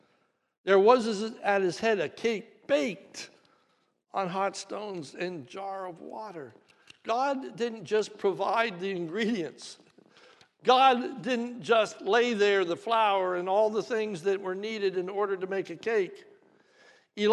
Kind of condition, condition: setting, large echoing room